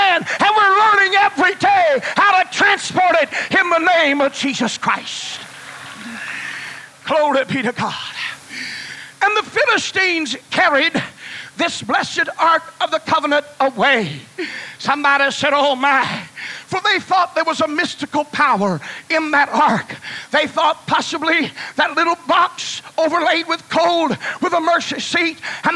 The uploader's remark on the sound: was preached in Olla, Louisiana on a Wednesday night, campmeeting 1995